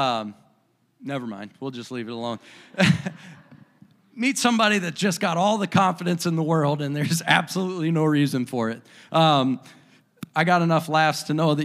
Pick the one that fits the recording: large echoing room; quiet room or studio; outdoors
large echoing room